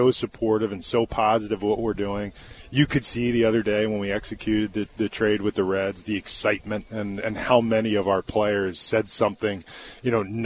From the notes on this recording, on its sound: live from spring training